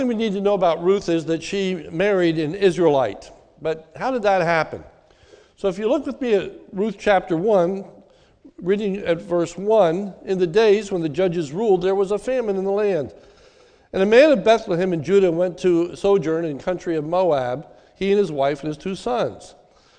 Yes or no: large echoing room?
yes